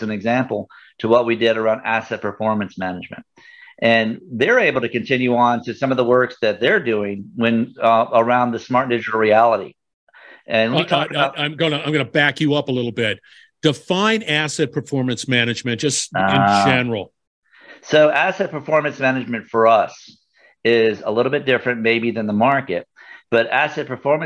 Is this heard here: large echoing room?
no